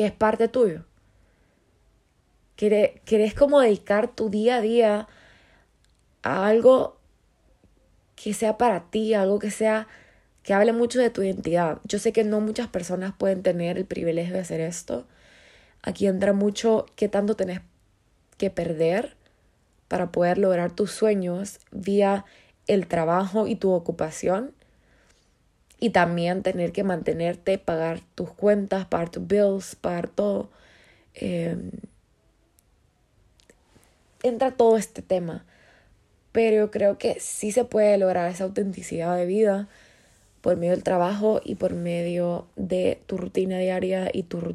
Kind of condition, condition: fault, phone or laptop microphone